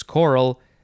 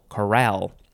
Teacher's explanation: So the emphasis for the first one with no E is choral. The emphasis for the one that has the E is on the second syllable, chorale. · Shown in: second take